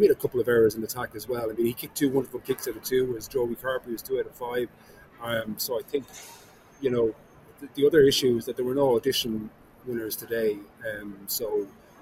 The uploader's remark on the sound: The Left Wing LIVE. Left Wing Live from the Aviva Stadium.